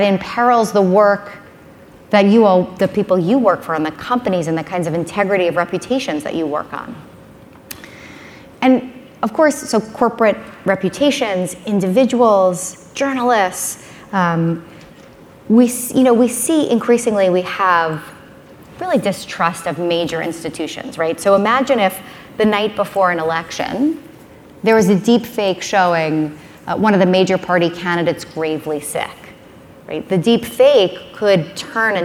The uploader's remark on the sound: spoke at the Page Annual Conference